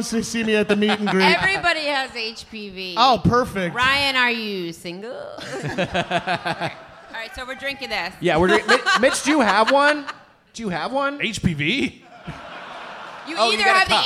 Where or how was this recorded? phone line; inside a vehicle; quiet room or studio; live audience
live audience